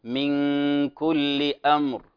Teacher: إذا وقفت هنا على الراء فهي حكم الراء هنا التفخيم